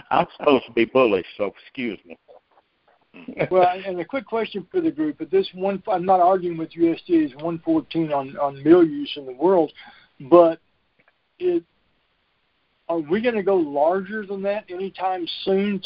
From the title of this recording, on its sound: Monthly Conference Call